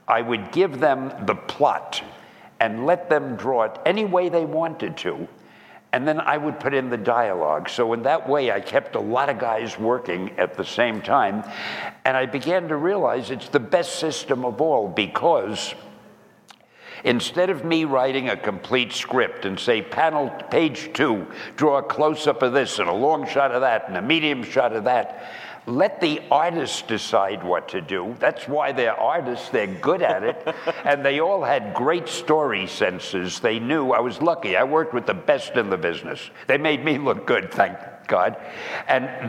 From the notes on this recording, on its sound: This Q&A style podcast was recorded at the NAB Show in Las Vegas. In front of many fans.